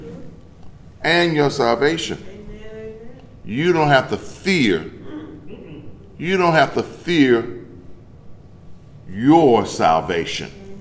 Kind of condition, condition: setting, large echoing room